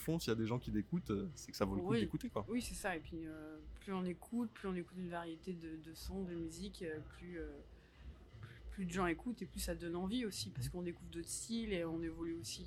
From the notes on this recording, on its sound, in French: Nous nous retrouvons au festival Chorus. Ce podcast a été enregistré pendant le festival Chorus des Hauts-De-Seine 2023 au SeineLab. Le SeineLab est un lieu d’exploration, d’expérimentation, de découverte et d’apprentissage autour du son via des univers numériques, nouvellement ouvert depuis le mois de janvier 2023 à La Seine Musicale.